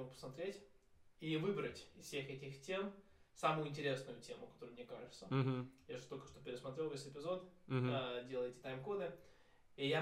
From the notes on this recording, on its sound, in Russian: Нормальный звук на 19минуте. ИСПРАВЛЕННЫЙ ЗВУК.